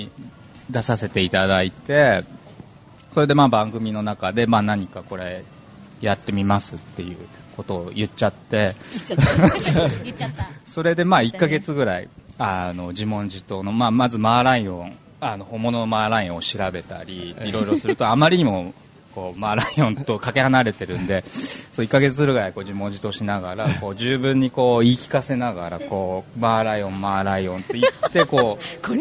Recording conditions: busy venue